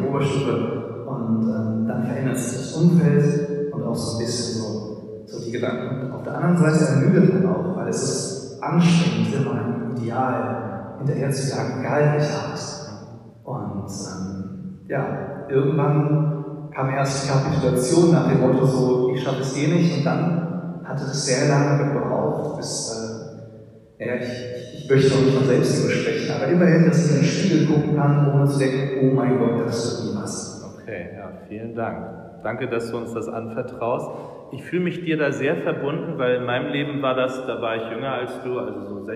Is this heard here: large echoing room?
yes